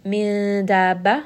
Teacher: we are going to hide the noon sakin within the makhraj of the letter dal · Term: ikhfa